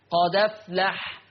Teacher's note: هنحذف الهمزة، هنشيلها، واخد الفتحة اللي فوق الهمزة حطها على اللام · شيلوا الهمزة، خدوا الفتحة حطوها على مين؟ على الدال، فتصير المحصلة دال مفتوحة · Term: النقل